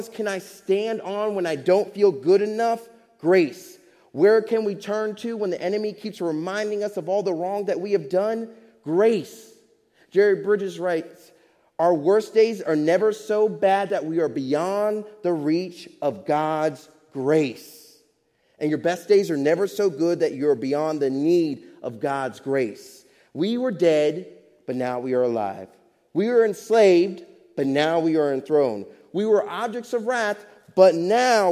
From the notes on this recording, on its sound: Faith Baptist Church in Hamilton, NJ.